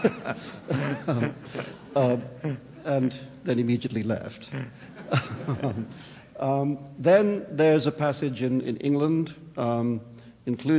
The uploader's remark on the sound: World Voices caps a rich day of programming at LIVE from the New York Public Library.